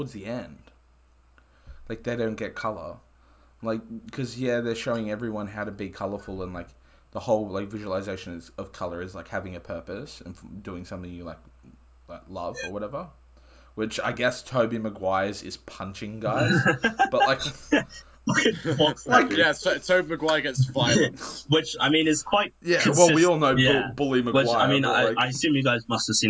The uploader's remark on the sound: Apologies for some slight technical difficulties.